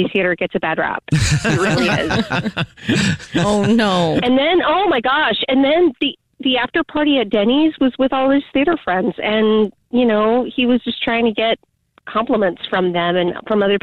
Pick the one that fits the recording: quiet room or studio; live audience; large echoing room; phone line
phone line